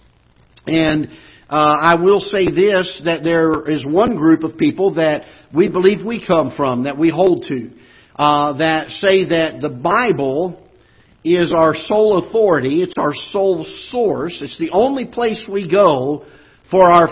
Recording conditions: large echoing room